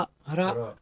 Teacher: الصواب هو أرى متحركة بالفتح، حكمها التفخيم